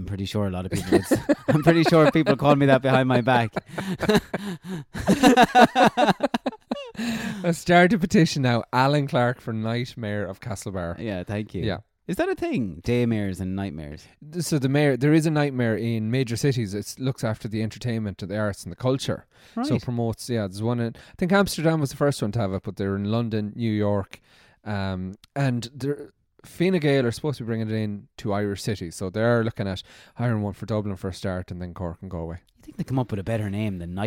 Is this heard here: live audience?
no